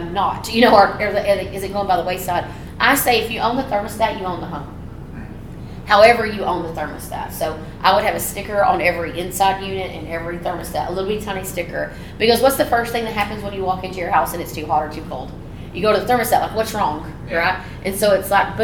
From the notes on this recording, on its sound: on location in Draper, UT for ServiceTitan's Marketing for the Trades Summit